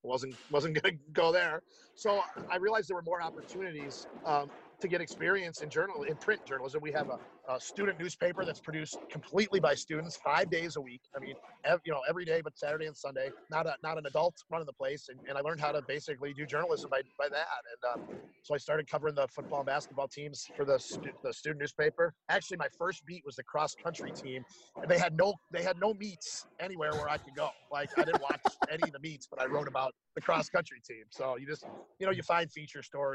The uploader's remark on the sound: Live from Regents Field in Ann Arbor, Michigan.